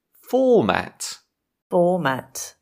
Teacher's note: Stress on the first syllable